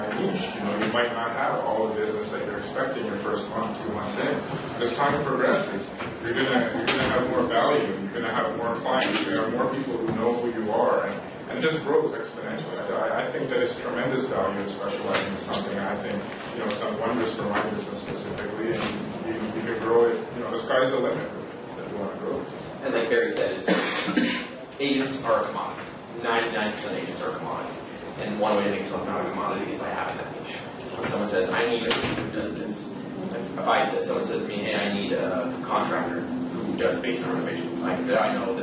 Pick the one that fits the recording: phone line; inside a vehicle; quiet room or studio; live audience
live audience